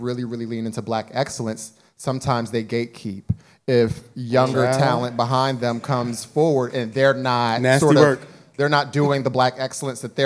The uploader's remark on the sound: This special episode was recorded in front of a live audience, marking an exciting milestone for our podcast.